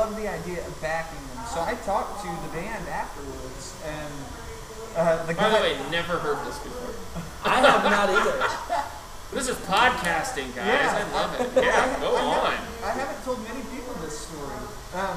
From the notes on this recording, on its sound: we record from Burg's Hair Parlour